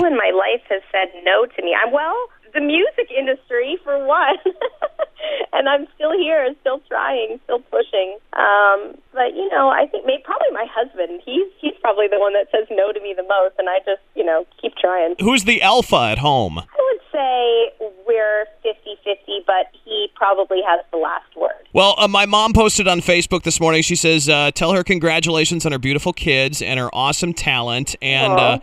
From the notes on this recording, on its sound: called in to The Point Morning Show